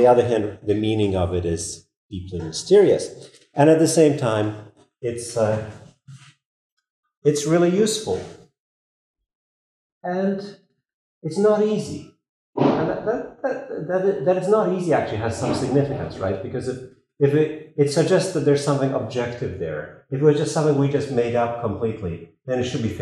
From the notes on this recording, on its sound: This lecture was given on March 28th, 2023, at the University of Texas at Austin.